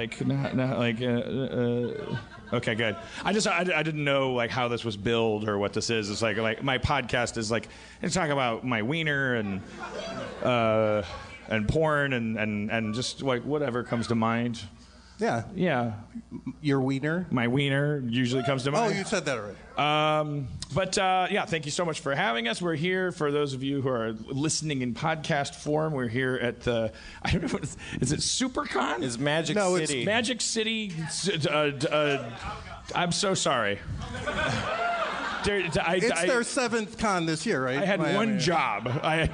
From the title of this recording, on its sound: LIVE From Magic City Comic Con